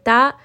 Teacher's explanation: We have the top of the tip of the tongue touching the gum line of the upper two teeth. · Term: makhraj